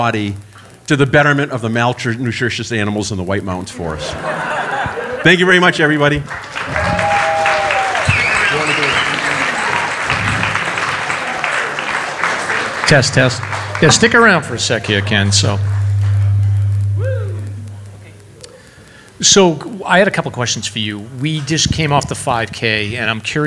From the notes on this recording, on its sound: Live Show at Reklis Brewing. Live from Reklis Brewing Company.